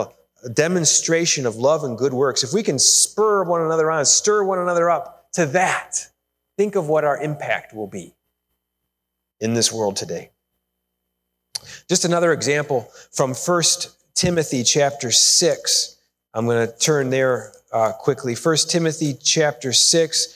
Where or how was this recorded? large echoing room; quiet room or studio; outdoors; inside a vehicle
large echoing room